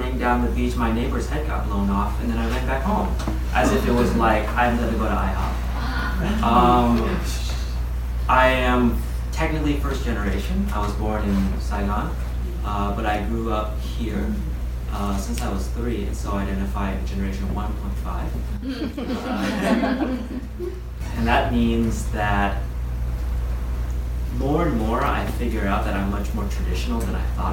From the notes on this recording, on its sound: Film Script Live Reading Event with Famous Actors at the Celebration Theater, Hollywood, California.